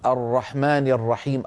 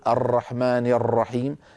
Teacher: الراء الفصيحة لا تكرر يا أخي · Shown in: first take